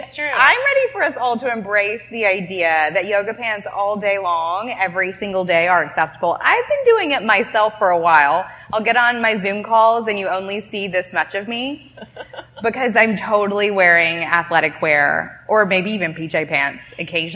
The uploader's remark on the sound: We're coming at you live from Toronto where we were joined by a panel of inspiring bosses. At an event to celebrate the launch of the new, Canadian designed Diadora Luxe Collection.